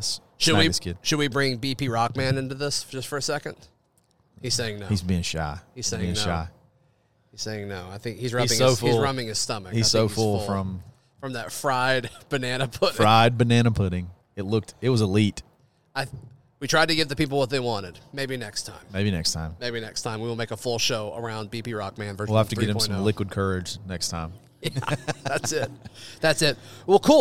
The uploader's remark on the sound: The guys broadcast live from Baumhowers every Monday night at 7:00 pm.